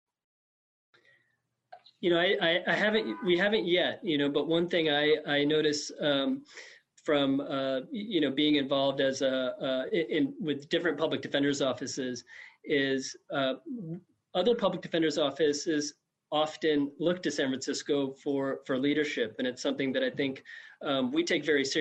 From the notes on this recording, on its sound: This program was recorded via video conference on April 23rd, 2021 by the Commonwealth Club of California.